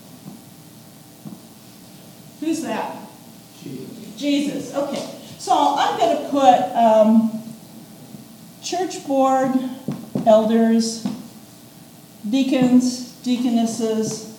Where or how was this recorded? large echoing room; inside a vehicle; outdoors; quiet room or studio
large echoing room